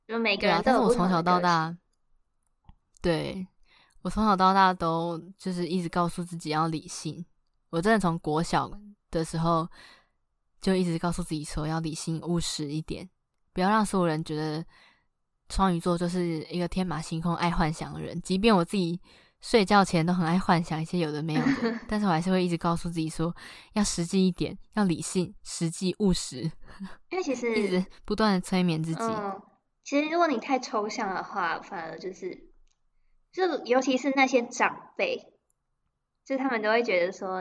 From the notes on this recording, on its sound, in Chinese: 這集錄製時有不可抗力之噪音，深感抱歉